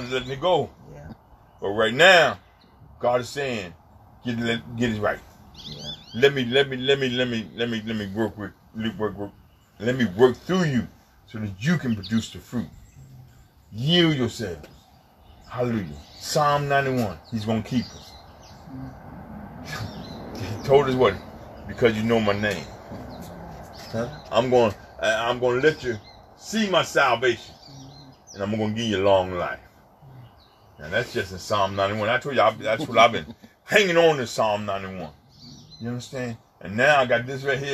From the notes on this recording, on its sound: FTNFCOG Outside Service May 24, 2020